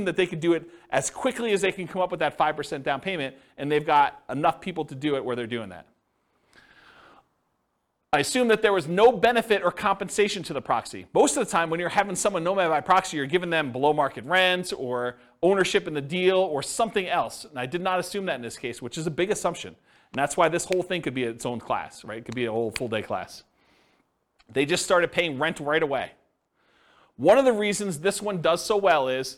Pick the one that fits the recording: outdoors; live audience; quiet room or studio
live audience